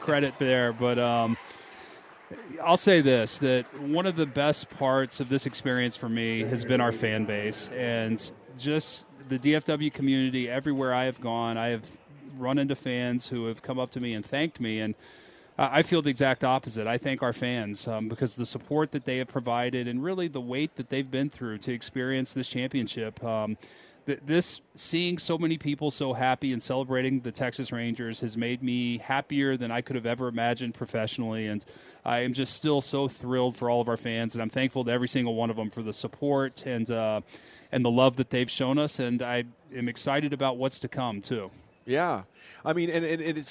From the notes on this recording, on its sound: Live from Texas Rangers Spring Training. Live from spring training in Surprise.